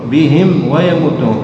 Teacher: فلا بد من إظهار الميم عند الواو